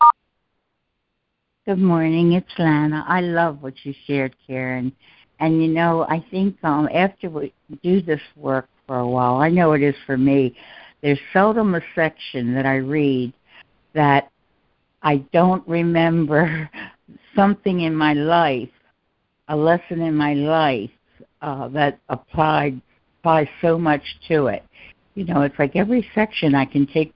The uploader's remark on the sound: ACIM Daily Conference Call